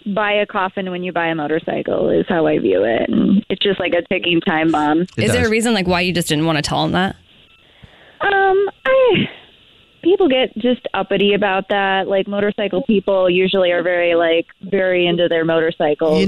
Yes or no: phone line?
yes